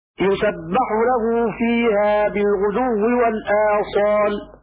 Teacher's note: وقرأ شعبة يسبح له فيها بالغدو والآصال هكذا فتح الباء على بناء الفعل للمفعول